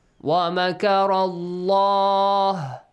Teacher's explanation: مكر الله has a heavy sound الله because there is a fatha before